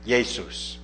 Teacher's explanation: the J was at that time still pronounced like the German J, with more of a Y sound, Jesus. This is the way it is still spoken in German today.